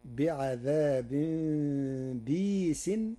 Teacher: قرأ ورش كلمة بئيس بكسر الباء بعدها ياء ساكنة مدية بغير همز، فتصير بعذاب بيس، وهي إحدى لغات العرب.